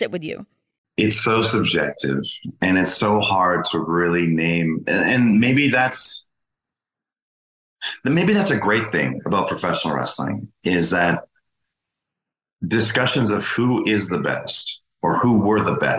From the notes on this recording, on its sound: Zooming in from somewhere